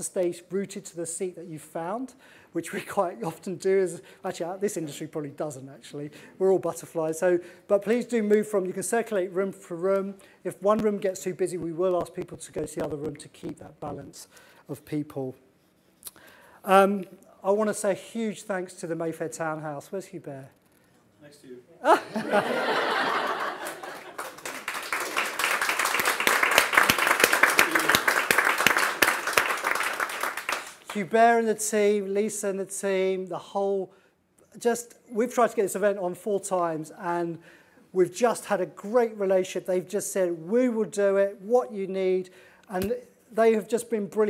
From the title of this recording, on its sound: micebook 'talks' at The Mayfair Townhouse event